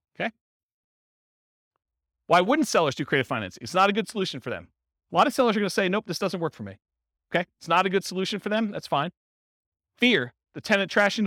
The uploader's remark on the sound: This was a live class recorded